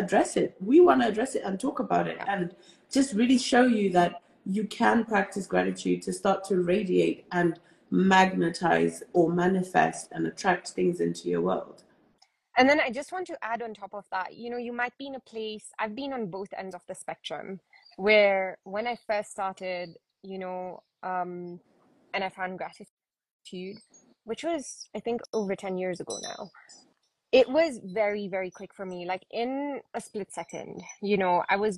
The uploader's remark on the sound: Today's episode is an Instagram Live